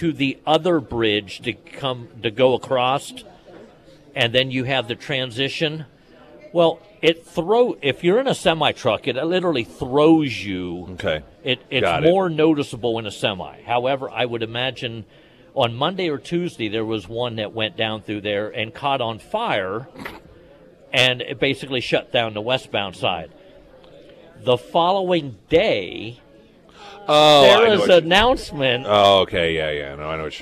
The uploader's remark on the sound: live at Scramblers Diner.